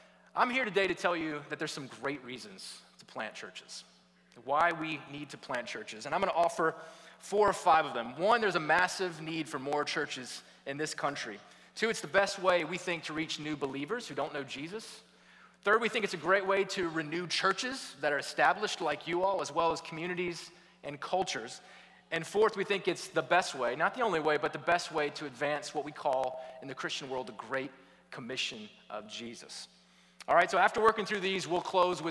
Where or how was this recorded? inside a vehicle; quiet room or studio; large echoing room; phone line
large echoing room